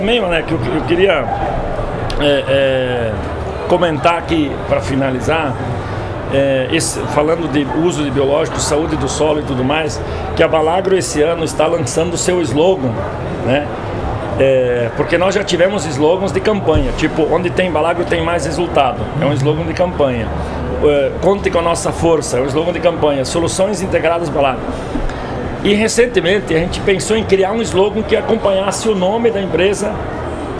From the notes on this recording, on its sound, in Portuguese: Estamos ao vivo da Hortitec 2023.